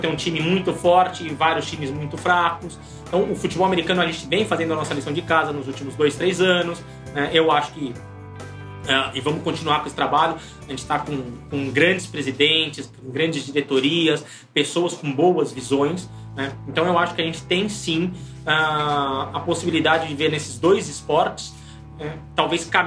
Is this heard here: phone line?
no